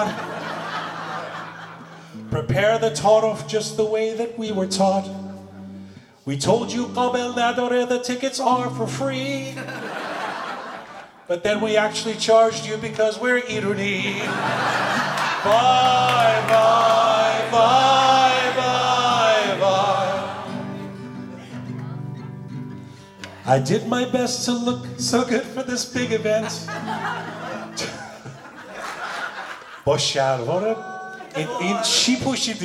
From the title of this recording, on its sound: Live at Theatre Aurora!